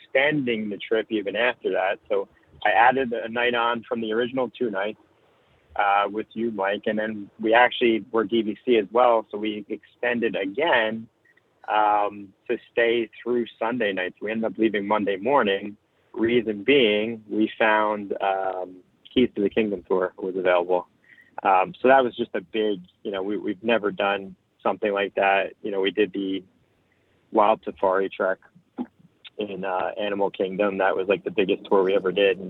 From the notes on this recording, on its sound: This is the Live Call-in Show from this past Sunday night, August 27, 2023!